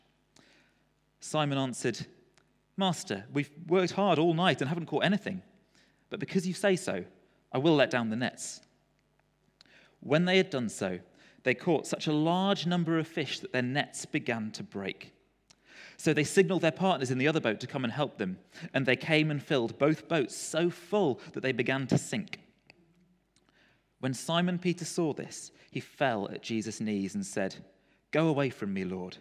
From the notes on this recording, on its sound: Recorded at freedomcentre church, Preston on Sunday 18th April 2021